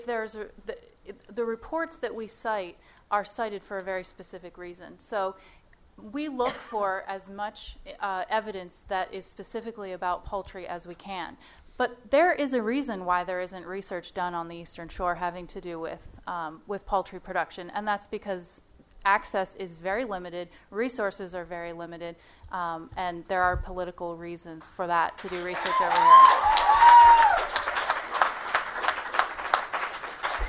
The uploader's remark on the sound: Sound Bites: Town Hall. You will hear the broadcast of Part 2 of a town hall I moderated a few weeks ago in Salisbury.